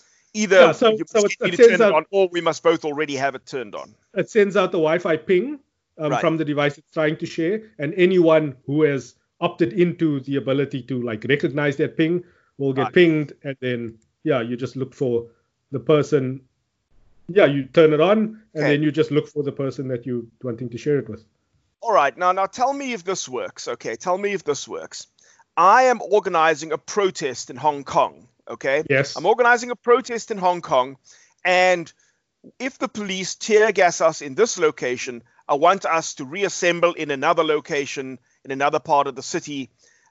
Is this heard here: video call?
yes